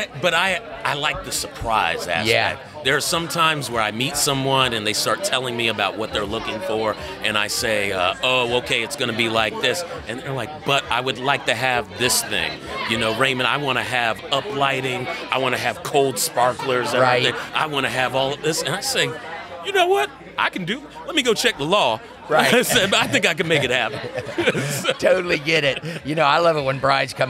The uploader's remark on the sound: Recorded live at the Outer Banks Wedding Expo!